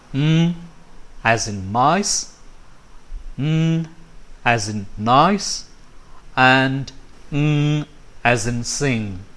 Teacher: These 3 are voiced sounds, and they are called nasal consonants because of the involvement of our nose in the making of these sounds. If you listen to the 3 nasals, you'll find it difficult to differentiate one sound from the other, and that's a fact.